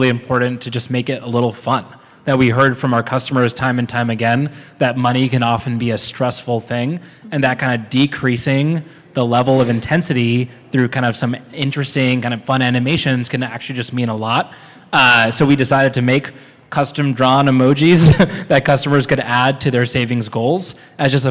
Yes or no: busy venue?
yes